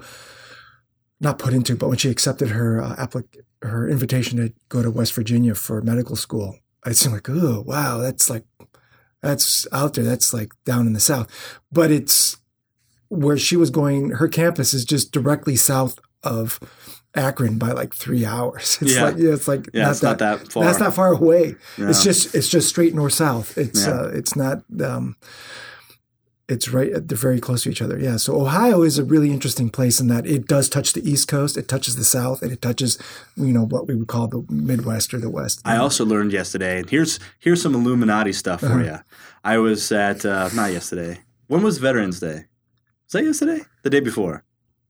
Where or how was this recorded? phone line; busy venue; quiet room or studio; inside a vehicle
quiet room or studio